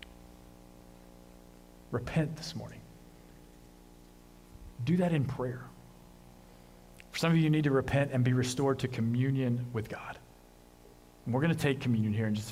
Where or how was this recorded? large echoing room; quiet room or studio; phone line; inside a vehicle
large echoing room